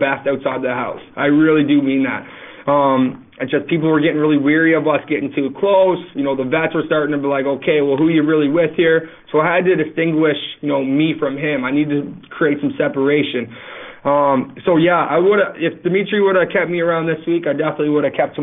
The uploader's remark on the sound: This is our phone interview.